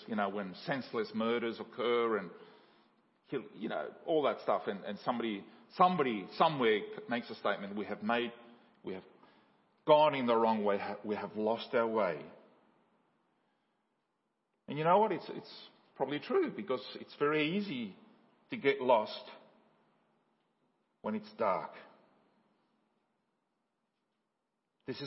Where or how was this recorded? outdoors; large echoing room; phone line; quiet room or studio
large echoing room